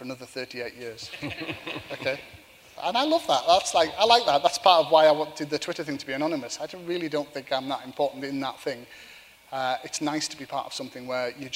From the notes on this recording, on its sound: live at The Tabernacle